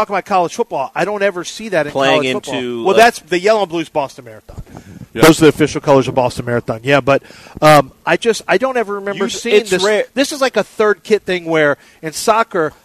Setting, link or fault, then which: setting, busy venue